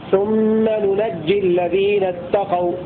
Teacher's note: بفتح النون الثانية وتشديد الجيم